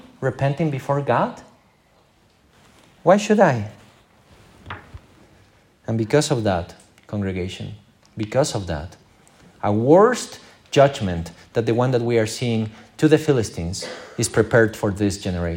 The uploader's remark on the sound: This is the recording of our morning service.